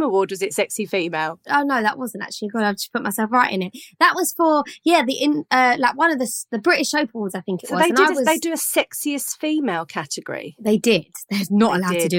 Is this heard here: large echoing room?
no